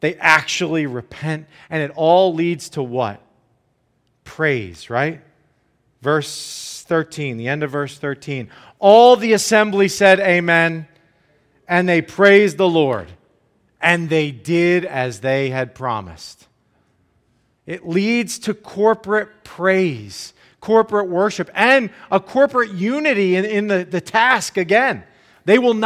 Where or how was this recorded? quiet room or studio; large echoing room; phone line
large echoing room